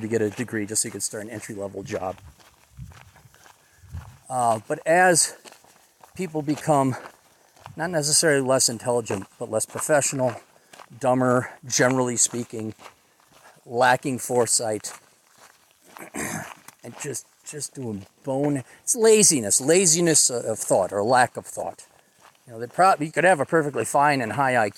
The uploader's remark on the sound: a recording from a long hike in the middle of nowhere South Dakota